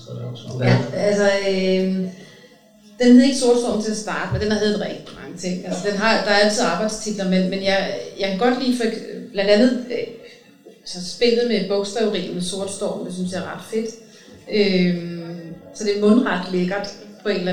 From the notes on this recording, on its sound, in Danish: Fordi det er optaget LIVE foran et publikum, er der også en smule støj i baggrunden.